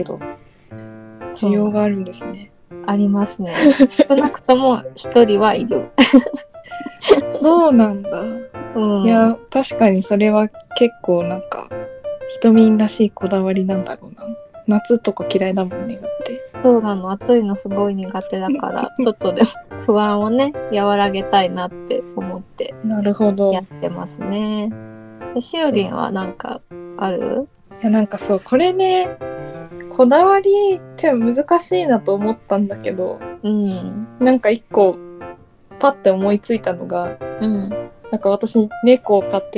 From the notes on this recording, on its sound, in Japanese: インターネットラジオ番組です。ラジオ配信はCasieでの初めての挑戦です。試行錯誤しておりますため、音質など聞き苦しい部分がありますがご容赦くださいませ。